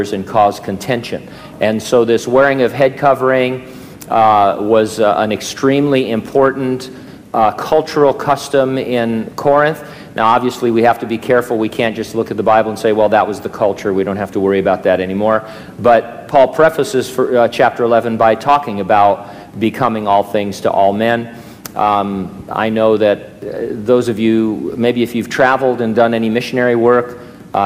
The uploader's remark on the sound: during a live Q&A session